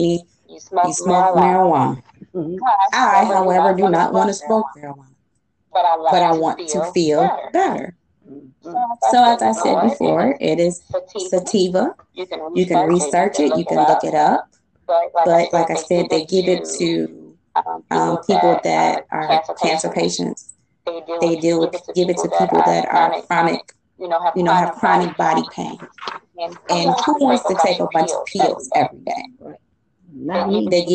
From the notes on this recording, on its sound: Please listen and forgive the audio..its definitely a learning process..